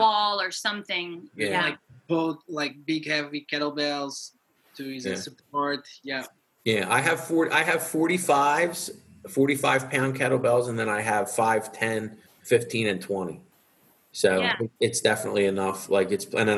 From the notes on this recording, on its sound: Recorded via Zoom from Portugal.